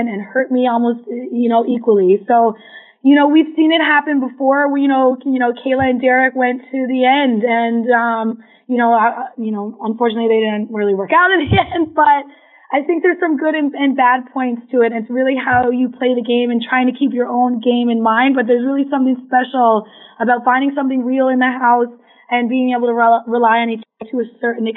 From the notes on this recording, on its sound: Phone Interview.